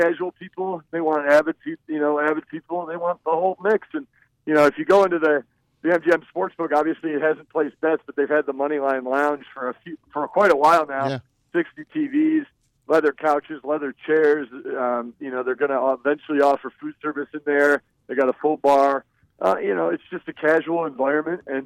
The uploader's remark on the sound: joined on the phone